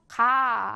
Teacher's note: 혀뿌리가 목구멍을 막으면서 가 하고 소리가 난다고 했어요 · Term: 기역